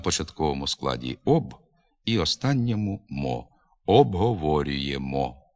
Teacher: крім основного наголосу на складі «во», обговорюємо, наявні два побічні на початковому складі «об» і останньому «мо»